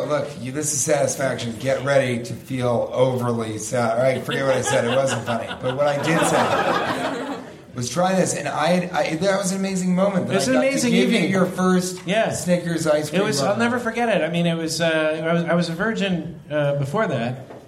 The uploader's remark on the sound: Live from San Diego!